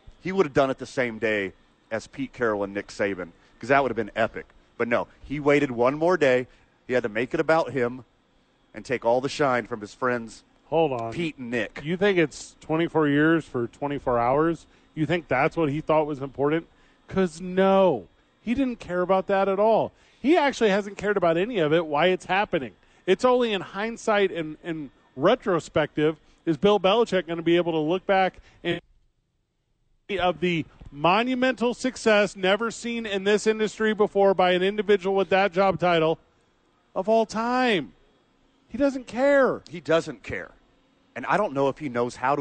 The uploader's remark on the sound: live at Sadies